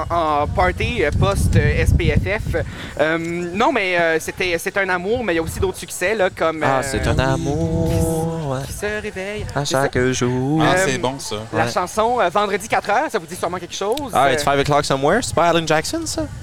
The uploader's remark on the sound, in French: enregistré au Dolma Rooftop à Moncton